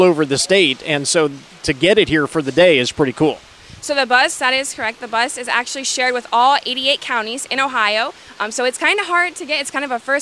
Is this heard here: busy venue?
yes